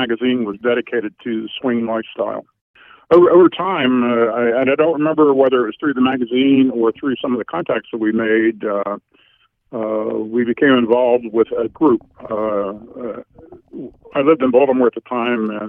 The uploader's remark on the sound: he called in to talk all about it